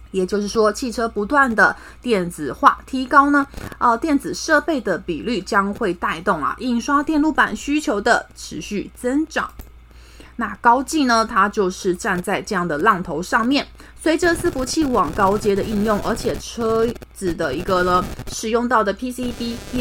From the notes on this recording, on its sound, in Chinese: 本集有些許雜音，已亟力避免，如有察覺請多多包涵